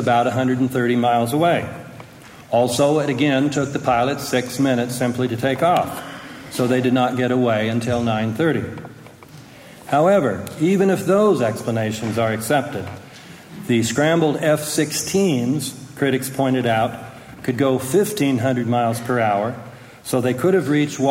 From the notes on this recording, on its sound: From a speech delivered on October 12, 2005 in Montpelier, Vermont.